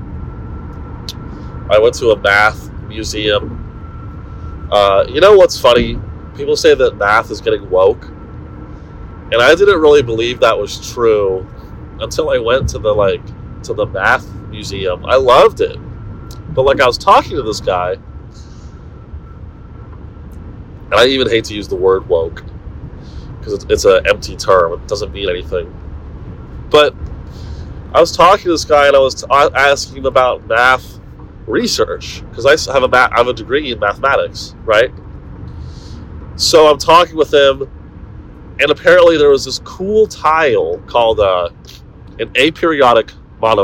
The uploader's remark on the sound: In this short audio only episode. Broadcasts to you live from his iPhone while driving to Dallas on I-35 in his Honda. Pardon this trash audio quality, we’re back in the studio next week.